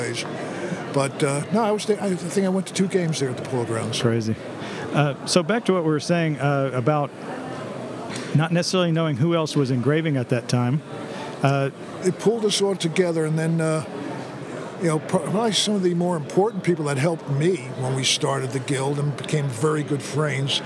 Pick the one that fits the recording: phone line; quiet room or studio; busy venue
busy venue